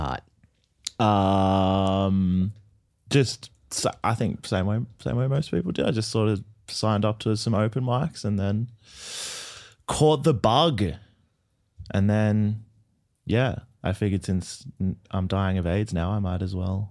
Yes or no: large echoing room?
no